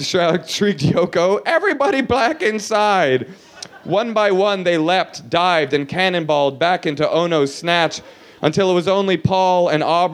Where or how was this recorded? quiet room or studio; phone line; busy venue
busy venue